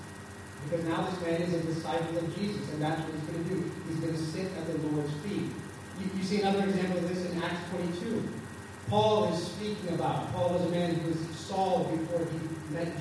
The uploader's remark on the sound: Our apologies for the poor sound quality of this recording.